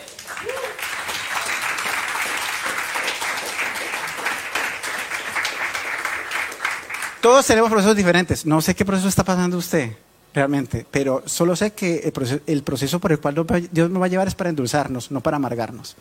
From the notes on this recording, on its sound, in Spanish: Tema originalmente presentado en vivo en la Reunión Familiar de Sydney